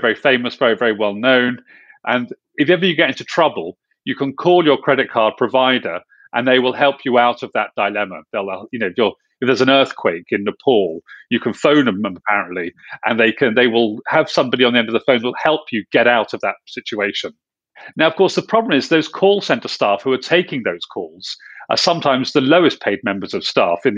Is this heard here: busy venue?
no